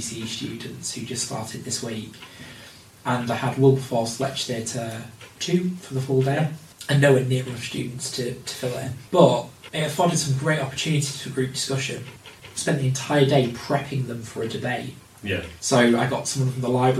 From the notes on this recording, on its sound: We're aware the audio isn't ideal